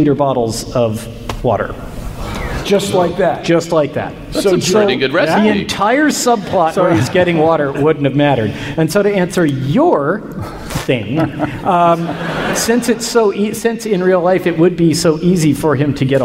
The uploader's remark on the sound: StarTalk Live! from SF Sketchfest 2016. RECORDED LIVE, ADULT LANGUAGE.